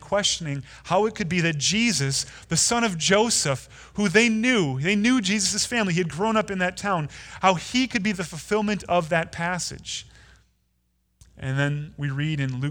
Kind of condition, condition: setting, large echoing room